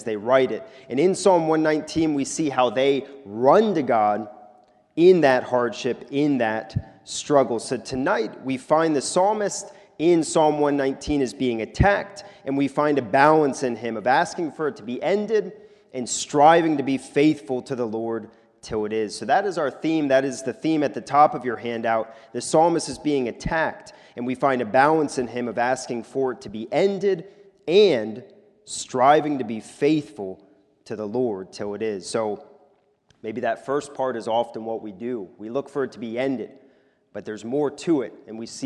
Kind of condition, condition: setting, large echoing room